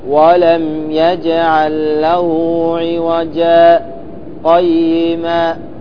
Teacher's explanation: الألف من عوجا، فتسكت سكتة لطيفة ثم تذكر قيما بنفس النفس · Term: السكت